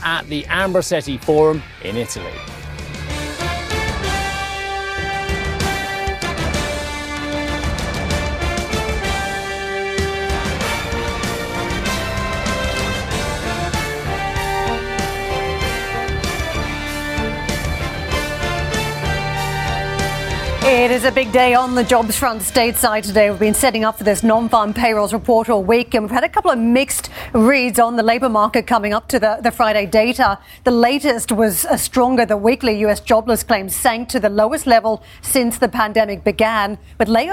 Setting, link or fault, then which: setting, busy venue